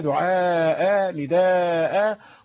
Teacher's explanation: فنمد في فراشة وأمثالها دعاء نداء، كل هذا المد الأخير مد تعويض يسمى مد عوض، ومقداره حركتان حتى لا نقف على التنوين